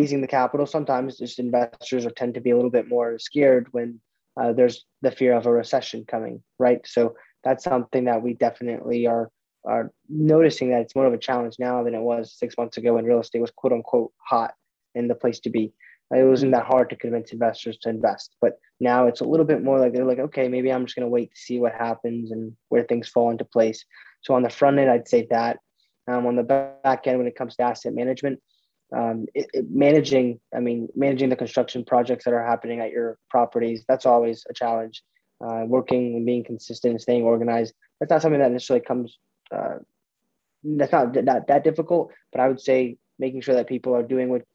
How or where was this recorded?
video call